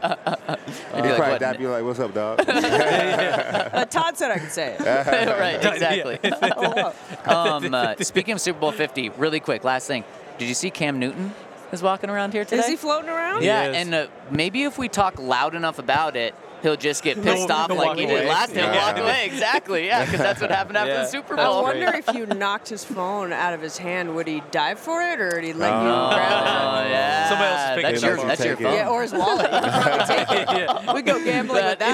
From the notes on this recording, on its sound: LIVE from Super Bowl Radio Row